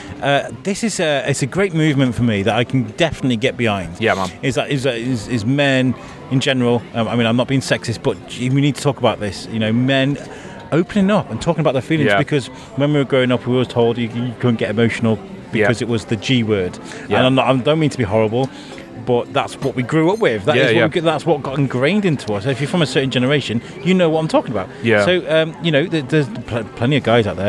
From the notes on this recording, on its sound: Situated at the opening event of the Belle Vue Art Festival's opening event "Lets Celebrate" on the riverside in between Greyfriars Bridge and Stop Café. The community had come out to listen to live music, ride on the Rickshaws and learn about what is coming over the next few weeks with the festival.